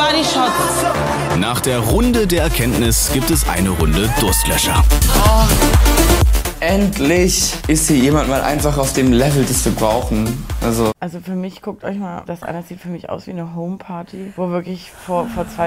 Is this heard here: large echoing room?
no